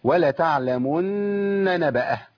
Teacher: لازم ابين ثلاث نونات، نون مشدده بقف عليها بحركتين وبعد كده نون متحركه